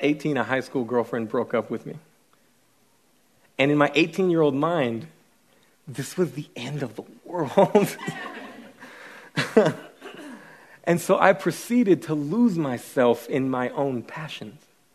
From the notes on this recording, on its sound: speaking at our Every Nation Student Conference in Columbia